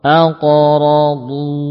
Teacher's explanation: Qafnya tebal, qalqalahnya juga tebal. Ra ya tebal, dhad juga tebal.